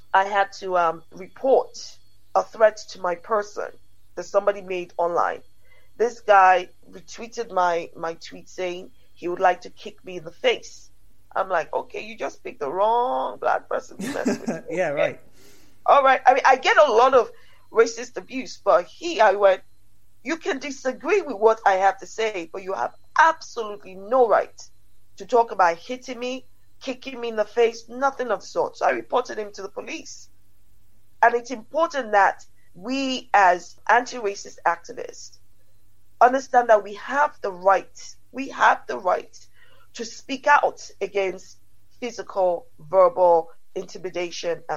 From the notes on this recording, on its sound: been on the Zoom to author and podcaster